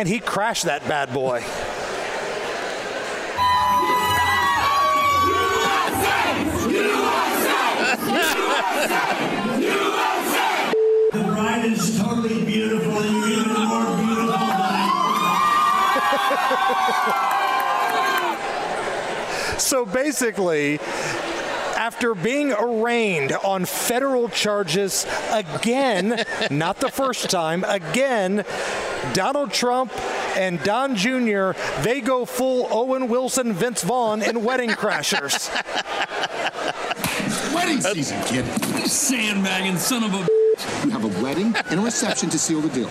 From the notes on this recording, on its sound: LIVE at the Indiana State Fairgrounds Tap Room!